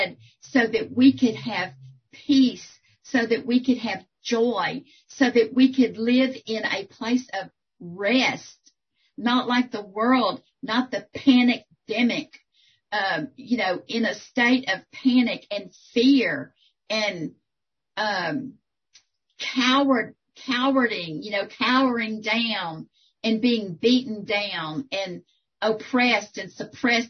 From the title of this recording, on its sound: 2021 April Zoom Meeting